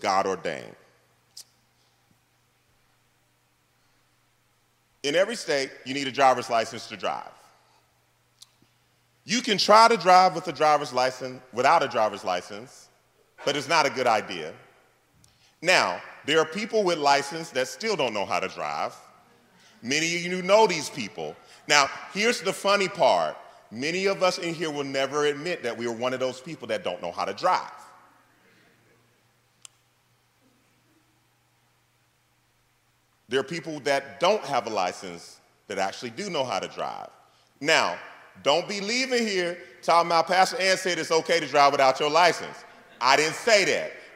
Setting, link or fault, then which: setting, large echoing room